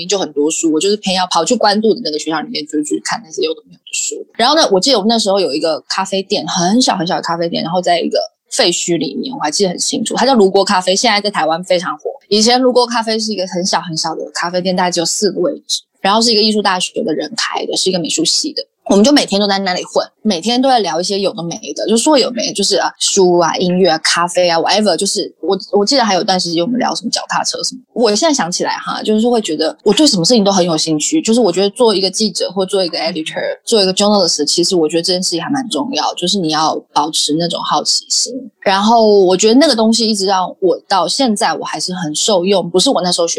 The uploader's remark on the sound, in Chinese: 本集訪問有點現場環境音，還請見諒。